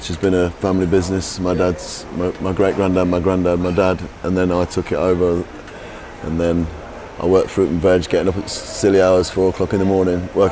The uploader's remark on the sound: Ocean Beach in Ibiza – where we recorded this interview